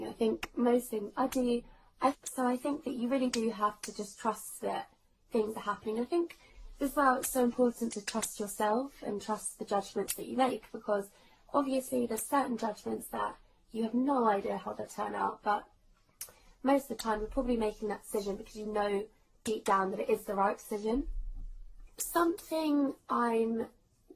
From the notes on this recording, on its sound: Just recording by myself every other week. Sorry about the microphone problems (the tapping sound) but I only realised once I had recorded.